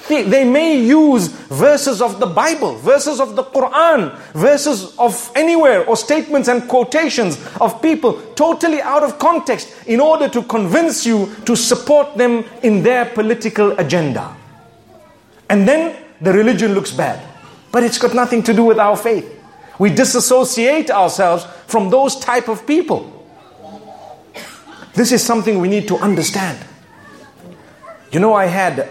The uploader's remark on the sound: A public lecture from the Island of Grenada. To an audience diverse in faith.